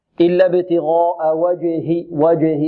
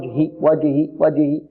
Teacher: الجيم هنا شديدة وقلقلة، لابد من بيان قلقلتها · Shown in: first take